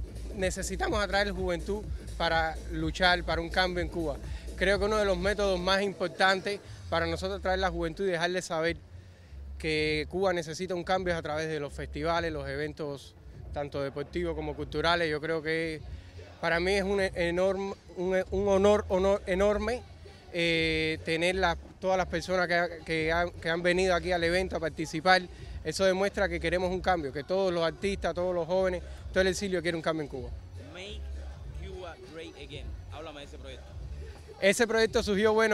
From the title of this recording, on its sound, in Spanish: Entrevistas en el Free Cuba Fest 2020